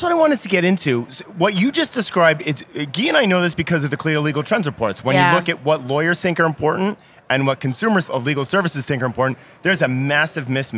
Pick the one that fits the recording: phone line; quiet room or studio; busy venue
busy venue